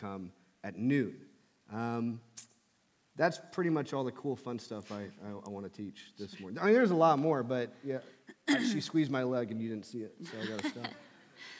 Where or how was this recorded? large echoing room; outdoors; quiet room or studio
large echoing room